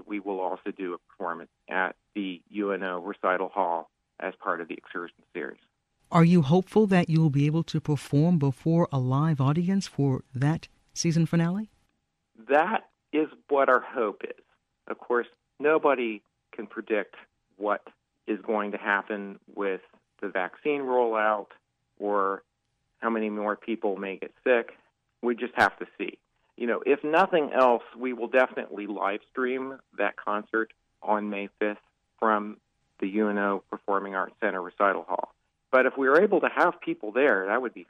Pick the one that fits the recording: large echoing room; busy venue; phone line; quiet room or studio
phone line